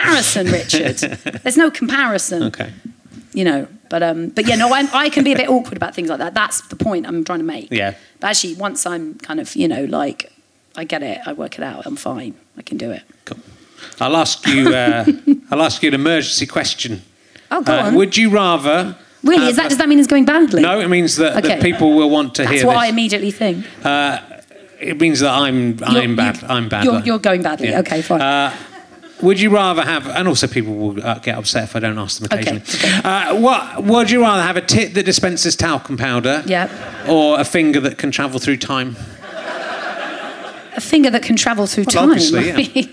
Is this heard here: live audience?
yes